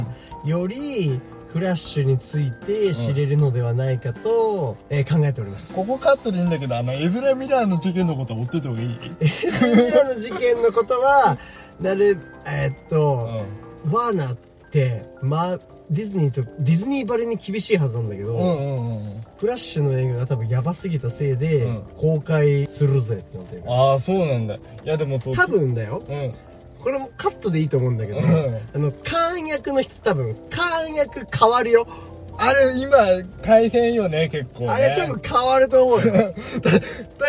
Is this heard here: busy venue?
no